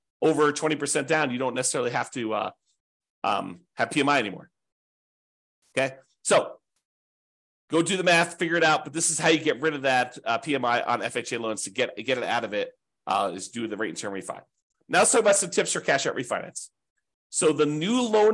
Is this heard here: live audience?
no